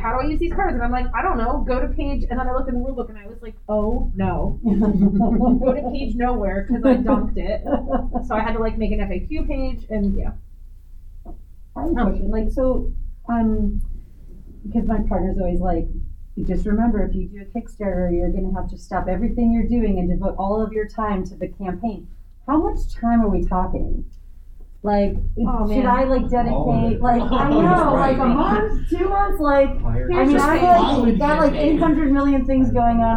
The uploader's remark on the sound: Recorded at Metatopia 2023